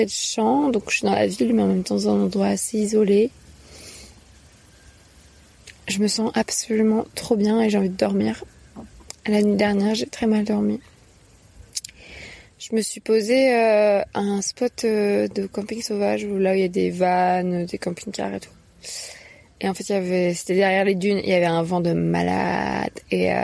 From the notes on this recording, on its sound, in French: enregistré en août 2020, sur mon chemin en Normandie